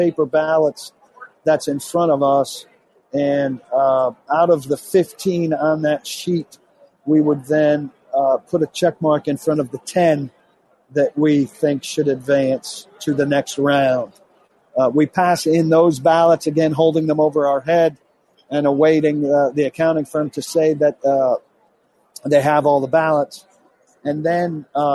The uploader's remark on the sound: live from Radio Row in Minneapolis - site of Super Bowl LII